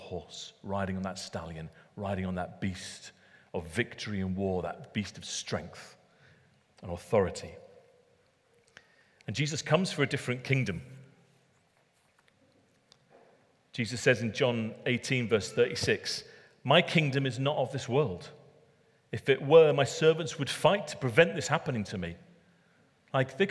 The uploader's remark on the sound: Recorded at Middlesbrough Community Church.